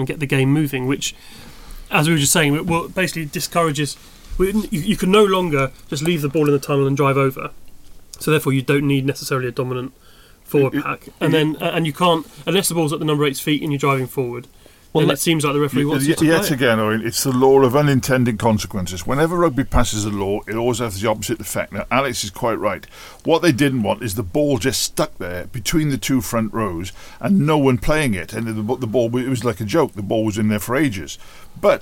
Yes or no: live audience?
no